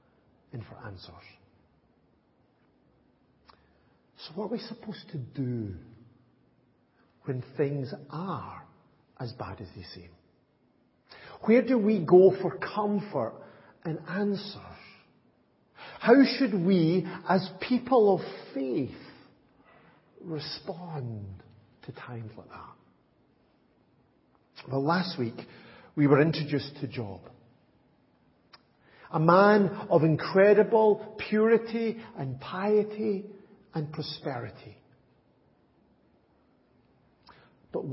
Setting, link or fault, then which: setting, large echoing room